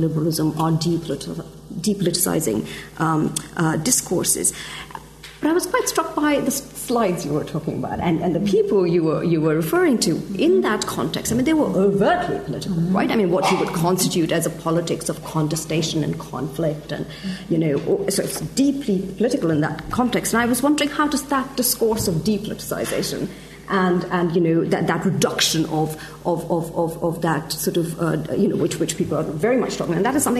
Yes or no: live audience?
yes